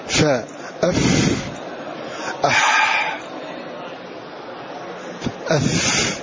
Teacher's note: ضعف التصويت بالحرف لضعف الاعتماد عليه في المخرج حتى جرى معه النفس · Term: الهمس